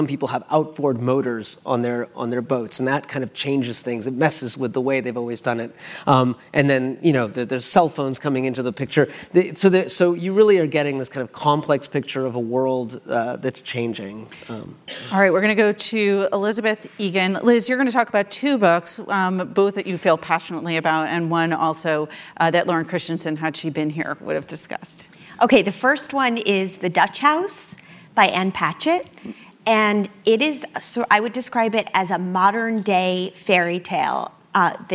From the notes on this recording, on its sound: taped live